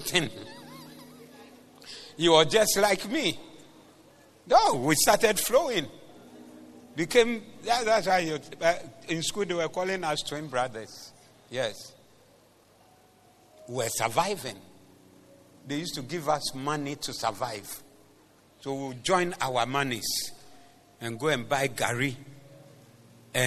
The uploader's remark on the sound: Preached at the Zeloo Service.